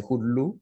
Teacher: In Amharic, the K becomes an H and we say hulu.